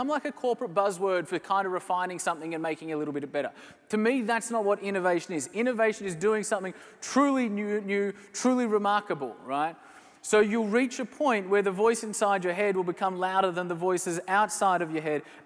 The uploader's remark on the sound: Recorded live at the Sydney Unconvention.